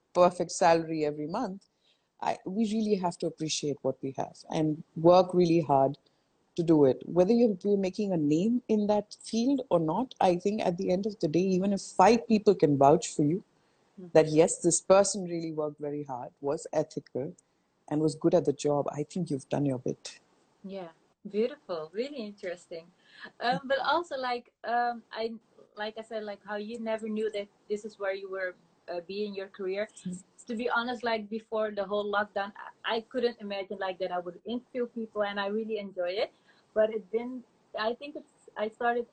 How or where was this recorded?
video call